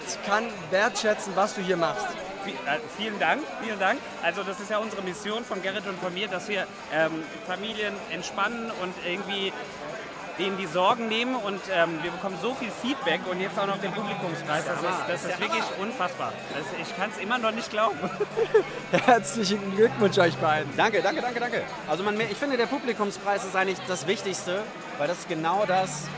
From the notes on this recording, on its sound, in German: Hinter den Kulissen des Deutschen Podcast Preis 2022 (Inkl. Live-Interviews). Live-Interviews* in der Aftershow-Party.